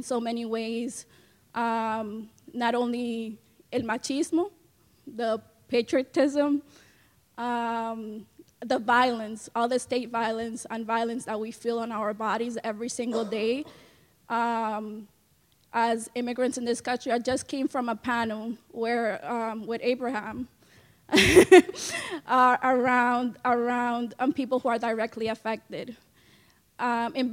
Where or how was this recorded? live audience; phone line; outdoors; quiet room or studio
live audience